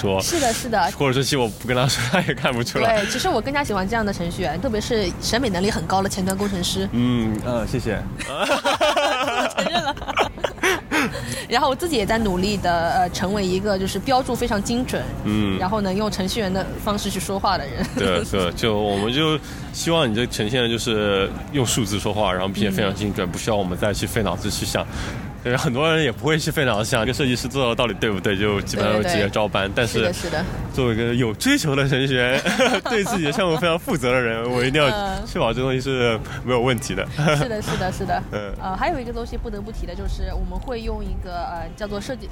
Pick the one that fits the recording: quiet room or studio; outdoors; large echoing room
outdoors